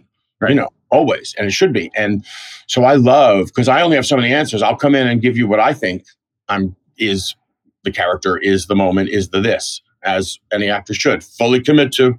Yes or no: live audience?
no